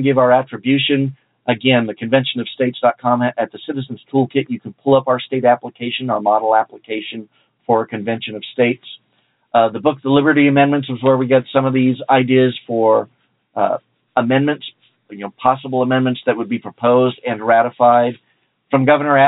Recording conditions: phone line